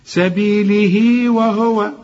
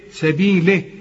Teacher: وادي الياء الصغيرة اللي بعدها الضمير عشان تمدها حركتين · Shown in: first take